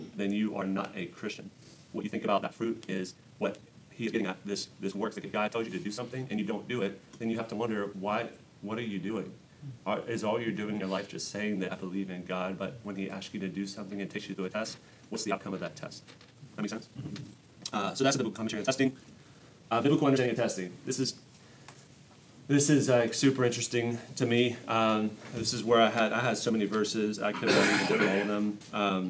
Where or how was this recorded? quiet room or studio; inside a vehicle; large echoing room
large echoing room